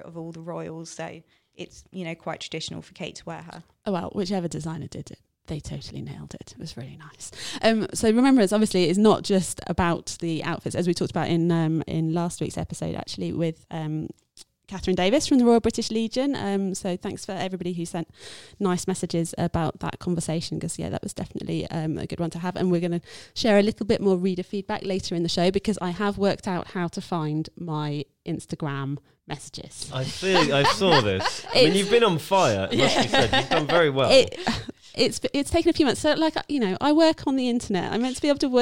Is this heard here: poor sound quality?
no